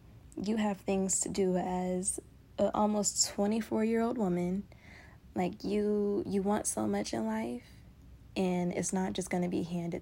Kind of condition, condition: fault, phone or laptop microphone